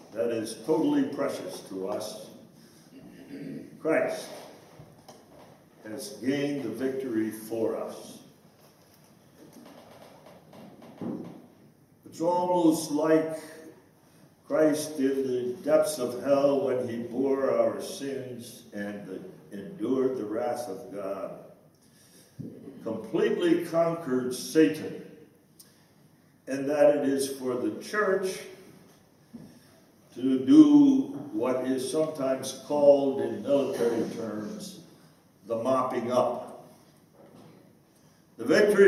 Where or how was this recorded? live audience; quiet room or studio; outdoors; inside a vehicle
live audience